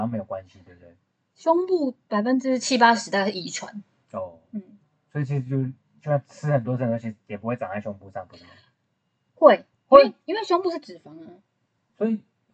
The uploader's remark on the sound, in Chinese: 音質很差，建議戴耳機收聽。